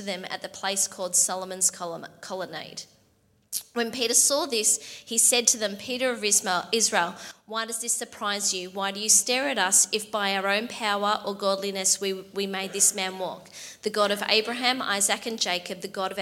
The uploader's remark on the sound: LIVE at Echo Church